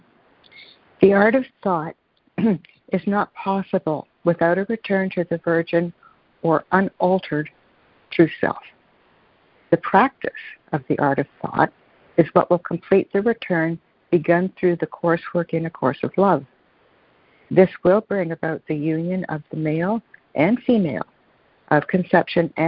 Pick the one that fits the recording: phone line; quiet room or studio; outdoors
phone line